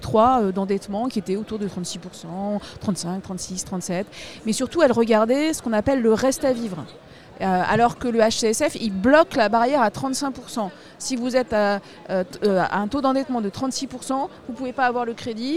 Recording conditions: busy venue